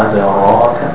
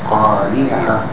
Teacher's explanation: So we have both the thick Ra, أَدْرَاكَ، and the thin Ra, قَارِيَعَ.